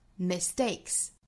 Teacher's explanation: 这个词的重音在第二音节，应该是的大 mistakes。那还有一点就是 miss 这个词的后面的清辅音呢，我们可以把它做不送气处理。mistakes,发成一个类似于的的发音。mistakes,mistakes,当然我们也可以留二长气发 mistakes,这种发音我们也是听到过的。